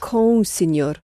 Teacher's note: Even though com ends in an M, it sounds just as a nasal sound.